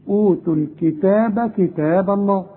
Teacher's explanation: التاء فوقها ألف عشان تمد التاء حركتين سواء في الكتاب الأول أو الكتاب الثاني.